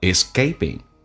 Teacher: Escaping 那个 k 要发成 g 这个发音叫 escaping， p 要发成 b。而且后鼻音发成前鼻音